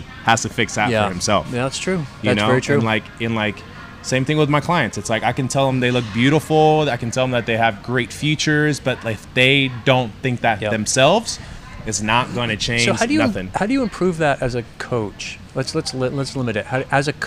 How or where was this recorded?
busy venue